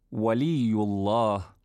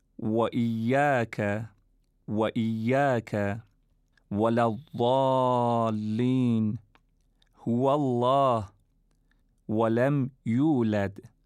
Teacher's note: برای تلفظ این حرف نباید مثل صدای فارسی اون دندونهای بالا روی لب پایین قرار بگیره، بلکه در ادای این حرف لبها به حالت قنچه در میاد و صدای واو از میان دو لب خارج میشه · Term: حرف واو